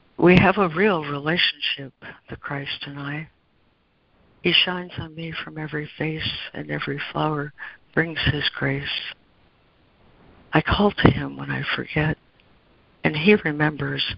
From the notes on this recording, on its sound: ACIM Daily Conference Call.